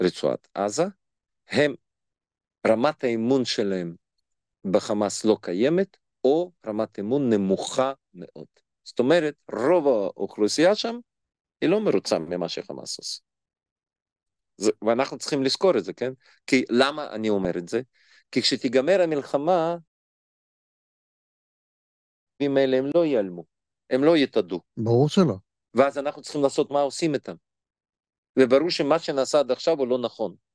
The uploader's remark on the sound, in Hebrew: וובינר מיוחד של אגודת הידידים.